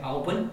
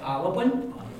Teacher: we don't say Albun, we say Alabun. That's an epenthetic vowel. · Shown in: second take · Far easier to say in Irish.